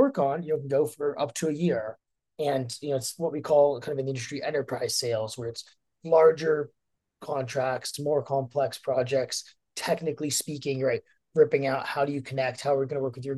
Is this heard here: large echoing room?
no